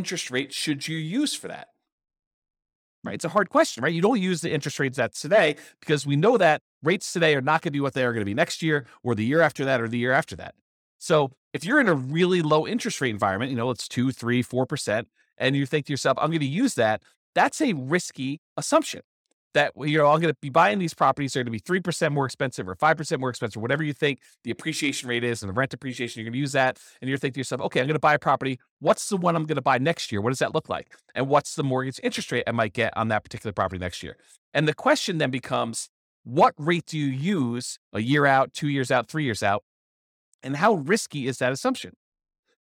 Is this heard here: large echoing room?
no